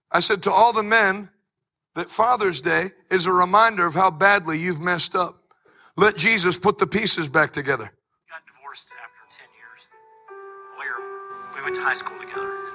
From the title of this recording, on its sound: LIVE from Extended Revival in Texas!